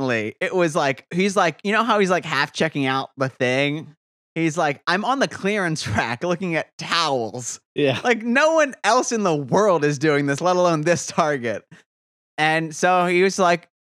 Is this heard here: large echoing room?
no